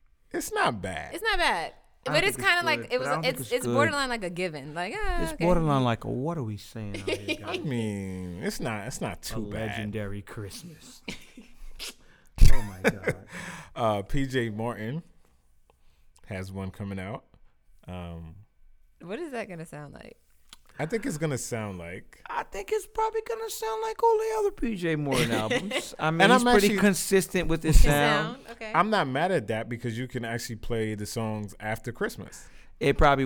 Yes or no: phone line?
no